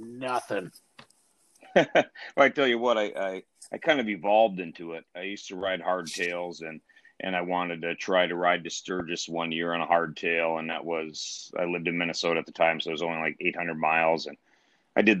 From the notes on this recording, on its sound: Over the phone.